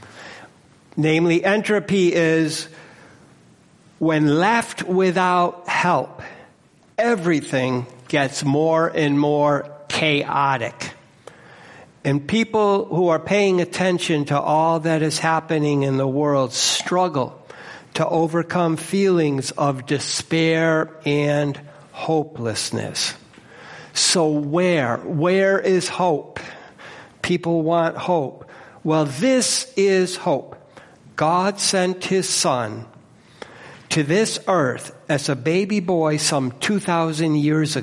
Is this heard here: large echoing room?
yes